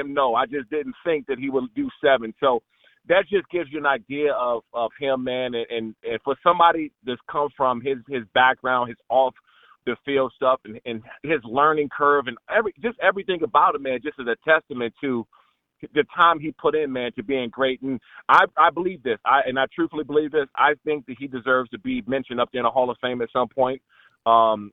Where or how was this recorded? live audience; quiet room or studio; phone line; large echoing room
phone line